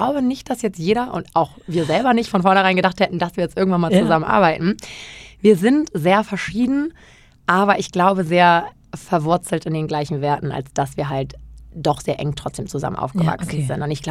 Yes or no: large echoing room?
no